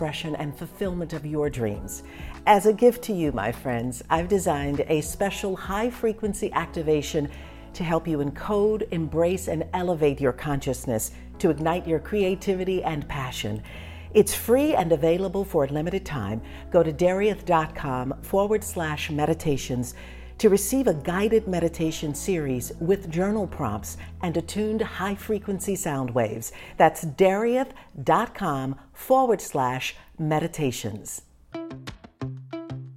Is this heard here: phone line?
no